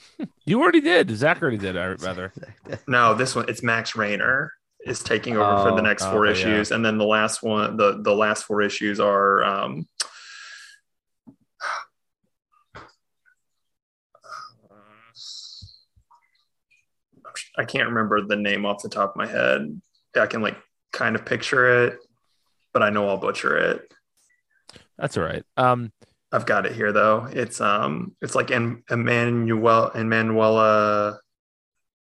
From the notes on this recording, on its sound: The boys get Zoom working again